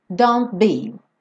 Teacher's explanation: Então aqui don't, o T sumiu.